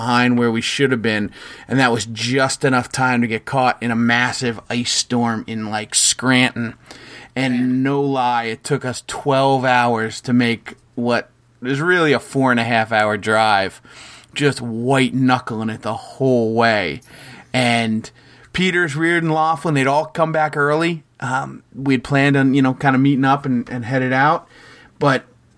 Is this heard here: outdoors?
no